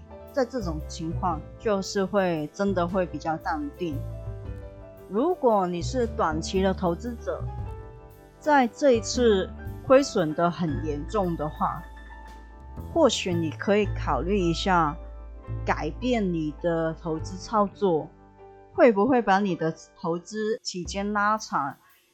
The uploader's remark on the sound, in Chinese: 這次的錄音MIC有點狀況，聲音大小不太穩定，音質也不太好，請見諒